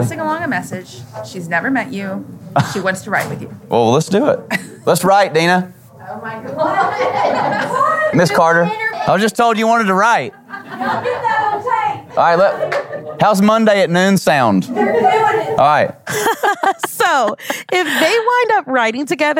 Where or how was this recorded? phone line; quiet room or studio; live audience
live audience